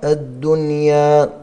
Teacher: النون الساكنة مع الياء فهنا مظهرة · Term: اظهار مطلق